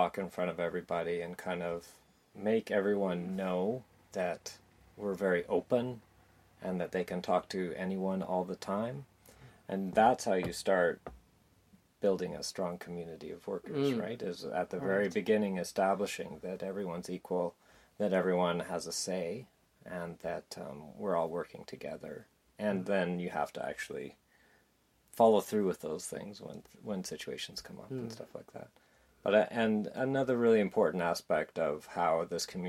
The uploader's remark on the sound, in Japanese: 音声が前回のエピソードより大きめです。